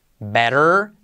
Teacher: T como R suave.